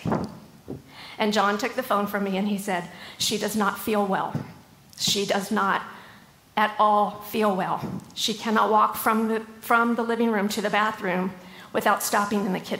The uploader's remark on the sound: LIVE! September at the Gathering 2023